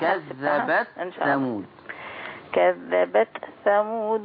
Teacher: لما تيجي التاء الساكنة جنب الثاء عايزين بقى نبرز ونبين التاء